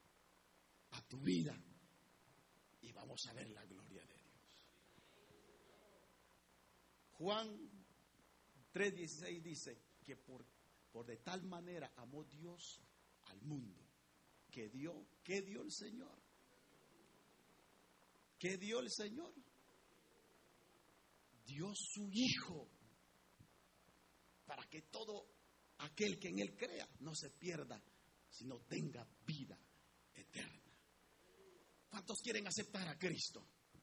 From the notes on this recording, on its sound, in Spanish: en Iglesia Palabra Viva, audio grabado el dia 20 de Enero 2019 Culto 845am